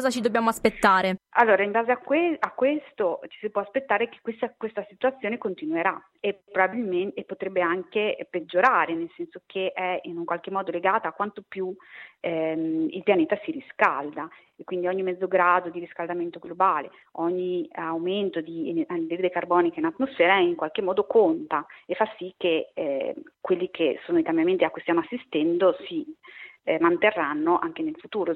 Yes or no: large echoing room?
no